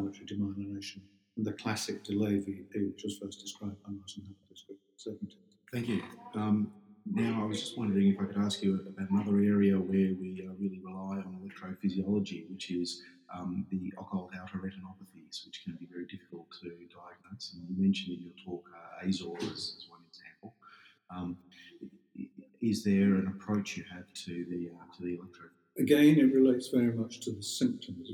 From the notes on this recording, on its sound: You will need to adjust your volume for this one! In this episode, we are recording from the NOSA 2018 meeting in Melbourne.